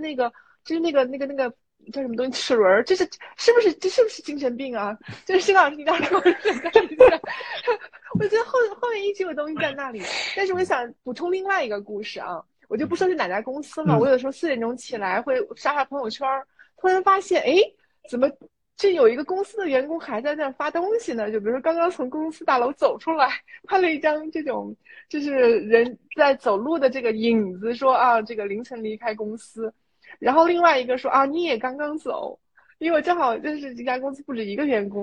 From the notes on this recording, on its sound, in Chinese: 本期内容因为是在知乎平台上的连线直播，所以音质跟平时录音机录制相比有明显下降，给各位带来的收听不便，还请多多包涵。